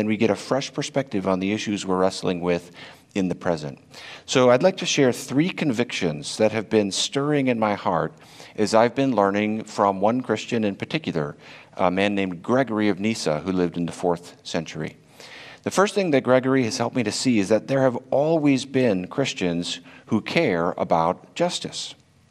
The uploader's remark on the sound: This talk was originally delivered at Karam Forum 2021